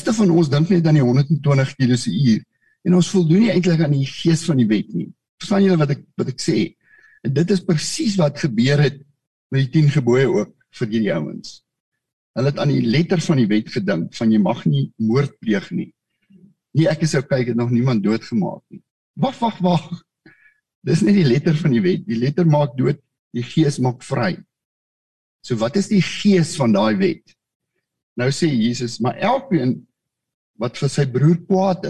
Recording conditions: video call